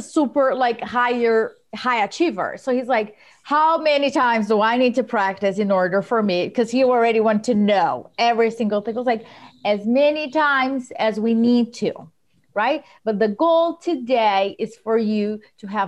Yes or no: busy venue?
no